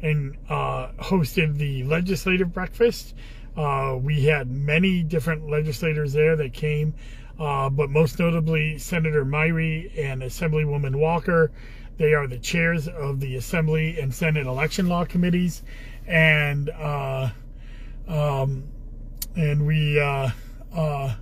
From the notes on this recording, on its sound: Commissioner in a Car